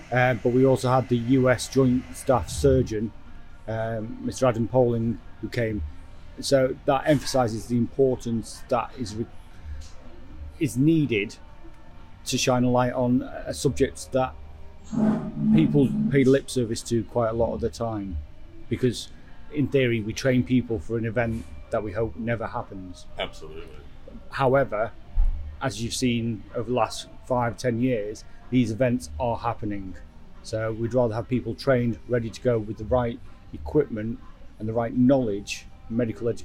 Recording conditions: busy venue